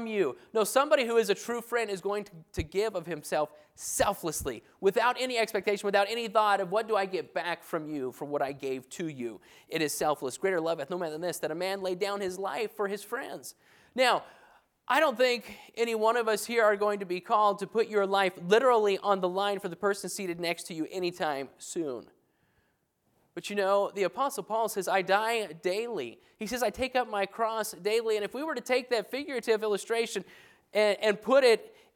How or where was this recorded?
large echoing room